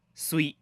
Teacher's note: 扬州话没有翘舌音，所有的翘舌音都读成平舌音